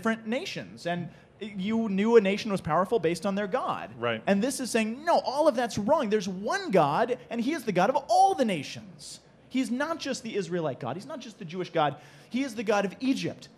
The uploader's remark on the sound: Live from SEEK 2019